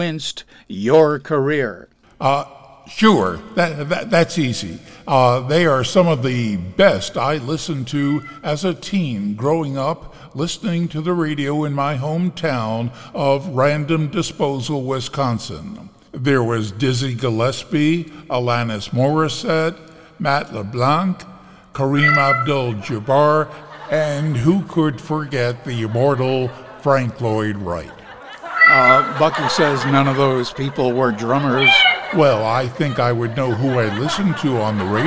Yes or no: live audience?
yes